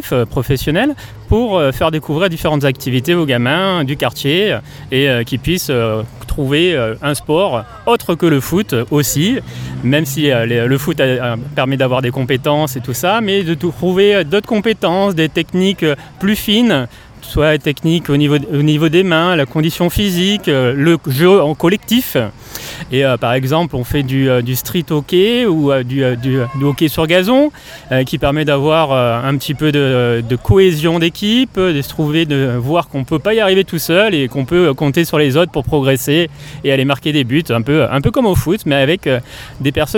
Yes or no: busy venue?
yes